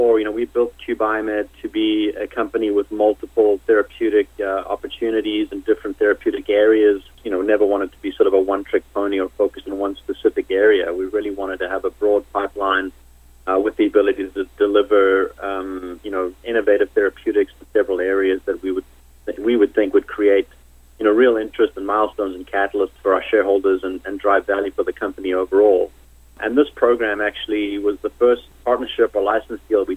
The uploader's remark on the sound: called in to SmallCapVoice.